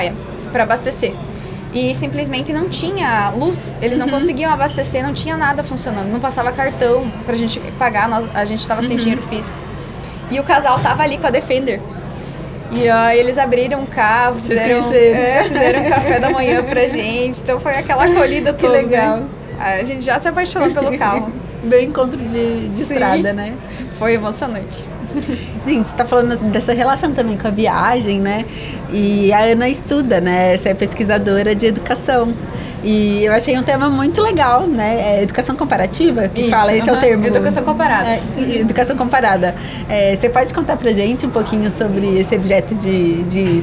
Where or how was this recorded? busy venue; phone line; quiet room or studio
busy venue